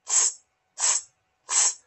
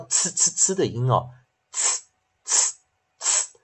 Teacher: 记得 t 跟 s 合起来啊，t s 结尾是念呲呲呲 · Term: 二合辅音